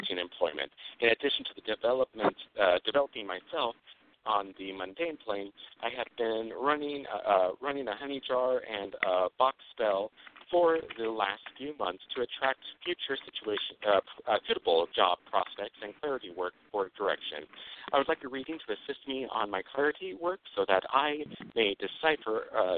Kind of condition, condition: link, phone line